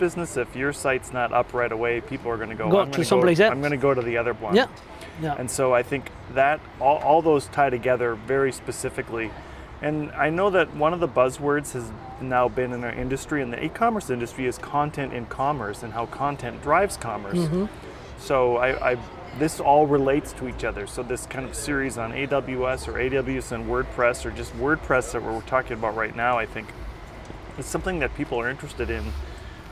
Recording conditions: outdoors